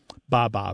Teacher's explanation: It's such a basic fundamental sound that B sound coming off the lip followed by a vowel is also very similar to the first sounds that babies make.